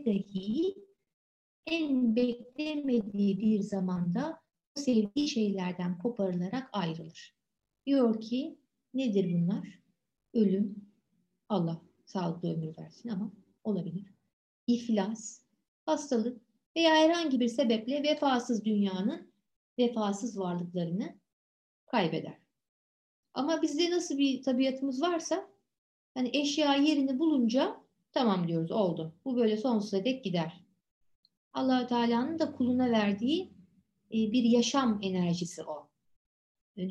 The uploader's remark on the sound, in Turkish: Pandemi döneminde derslerimizi Zoom programı üzerinden online olarak yaptığımız için kayıt etme imkanımız da oldu.